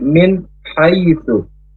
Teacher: huruf H dari tenggorokan tengah harus tipis, bersih ya. Tidak seperti H.